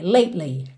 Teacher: Quando chega com a língua no T, a língua lá no céu da boca, lately, você já desce no L.